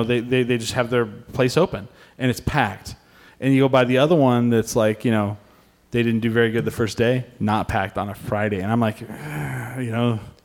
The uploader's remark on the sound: We are live from the Alibi lobby.